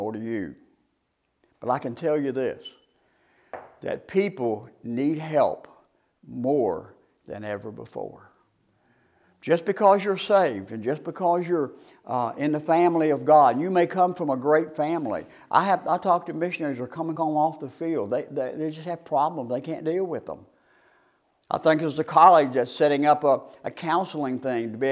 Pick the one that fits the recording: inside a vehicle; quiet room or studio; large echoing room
large echoing room